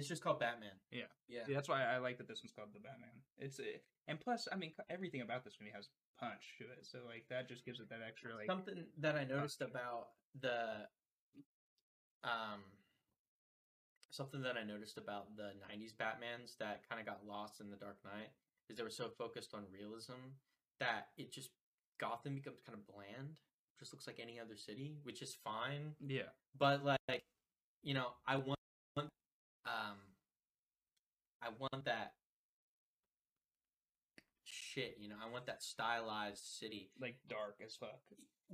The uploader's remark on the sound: We don't have a lot of experience editing or recording a podcast, so you may have to be patient on the quality to reach 100%. Elden Ring is the background gameplay for this one because we didn't record any fallout this week!